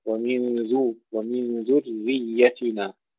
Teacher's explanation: تحقيق ضمة الذال وترقيق الراء